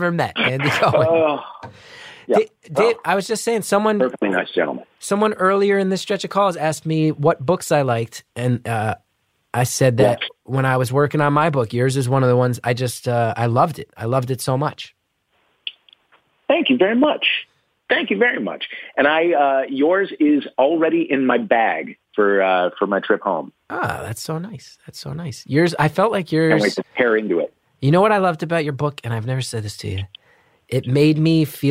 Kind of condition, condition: link, phone line